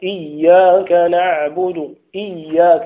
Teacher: مهم جدا أن يأتي الإنسان بالنبر في الشدة، في شدة الياء